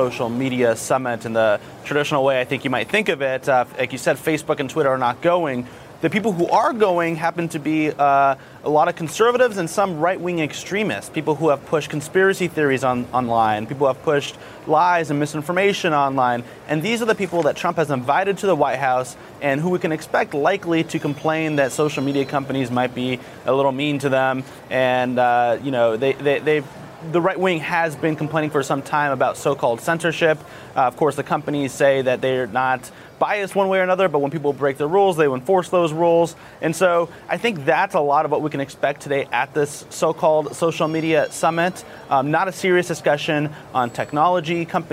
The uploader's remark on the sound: live from the New York Stock Exchange.